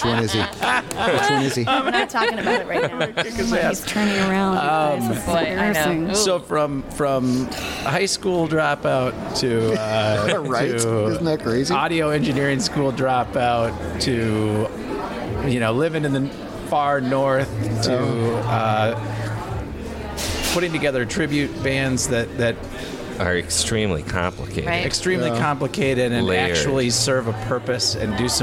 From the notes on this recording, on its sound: LIVE podcasts from the lobby of The Hewing Hotel in downtown Minneapolis. LIVE podcasts from the lobby of The Hewing Hotel in downtown Minneapolis.